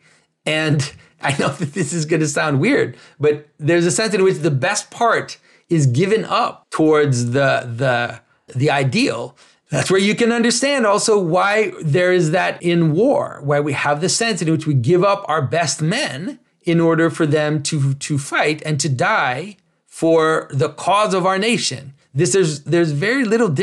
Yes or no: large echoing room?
no